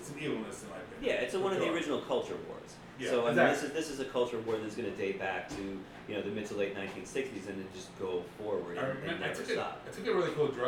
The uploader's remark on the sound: This is part of a series called "Conversations with Friends" which are edited very simple with the intention to make the listener feel like they are in the room just listening. It's not meant to have perfect sound or detailed editing, but a more loose style of documentary raw audio recording.